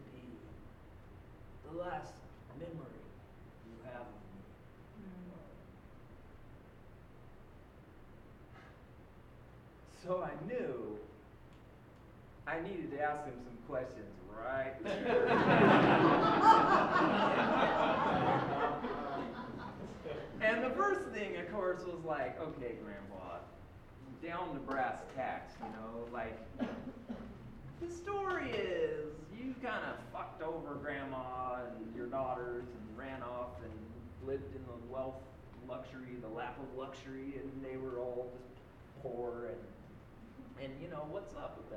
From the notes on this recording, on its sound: live on stage at Hipbone Studio for live storytelling with Portland Story Theater